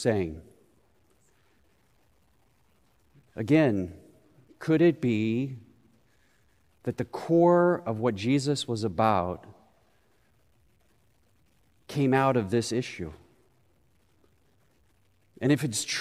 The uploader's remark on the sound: Recorded live at Beatitudes Church in Phoenix, AZ.